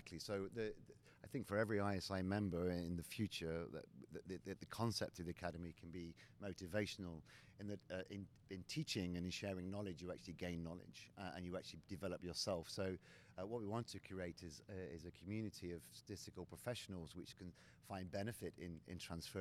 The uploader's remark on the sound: Live From the WSC